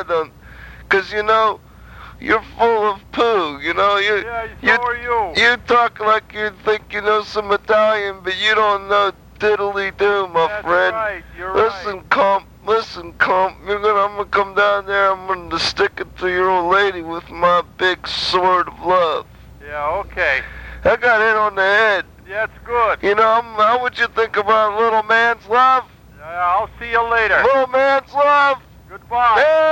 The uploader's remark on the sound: Prank Phone Calls